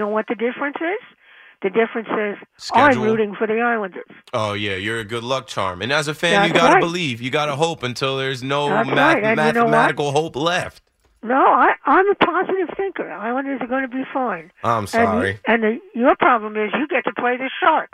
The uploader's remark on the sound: Opens the phone lines taking calls ranging from hockey to baseball.